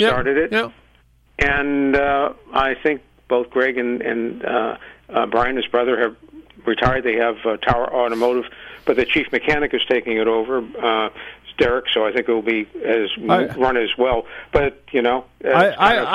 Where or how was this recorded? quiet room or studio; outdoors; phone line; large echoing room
phone line